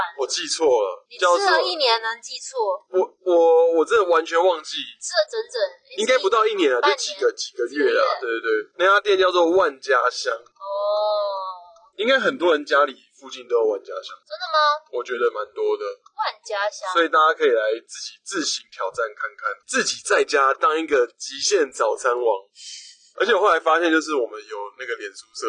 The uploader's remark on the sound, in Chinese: 本集為車上錄音，音質有點糞